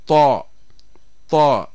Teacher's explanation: ففي الطاء ترتفع مؤخرة اللسان ويضيق المخرج، وهذه صفة الاستعلاء